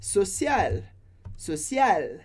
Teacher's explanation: A gente termina com um L bem alto no céu da boca, social, mas a gente não pronuncia nem o E, nem o S.